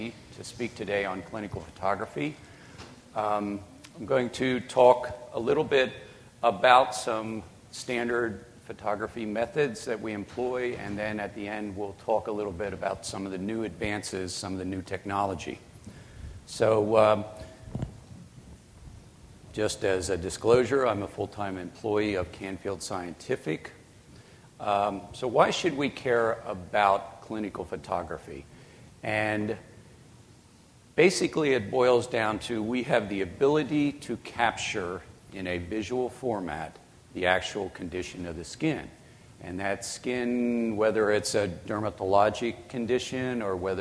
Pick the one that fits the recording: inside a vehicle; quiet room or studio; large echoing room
large echoing room